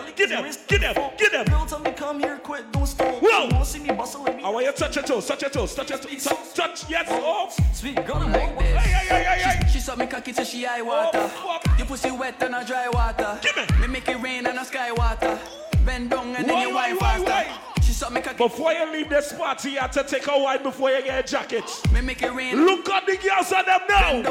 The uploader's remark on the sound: Live At Blossom Midnight Brunch